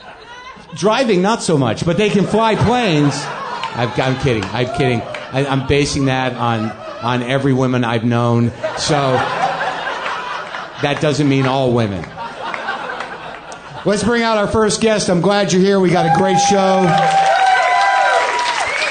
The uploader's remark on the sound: Back at Comix in New York City for another live WTF